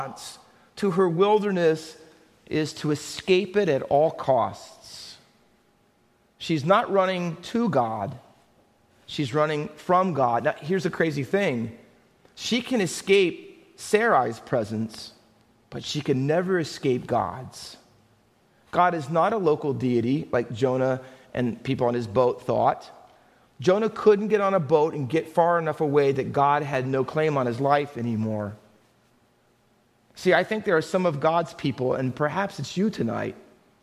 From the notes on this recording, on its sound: Faith Baptist Church in Hamilton, NJ.